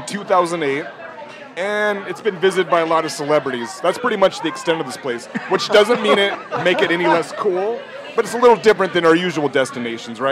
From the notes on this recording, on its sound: Recorded live at Slim's Last Chance Chili Shack & Watering Hole in historic Georgetown.